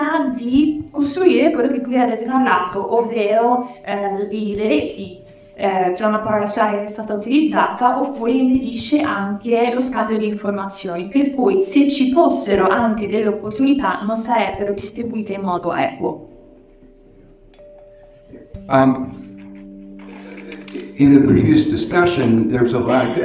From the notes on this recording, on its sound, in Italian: Dal Festival nazionale dell’Economia civile, in corso a Firenze. In dialogo con alcuni giovani.